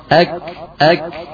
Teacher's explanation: Lafaz kaf harus betul jelas, kafnya hamusnya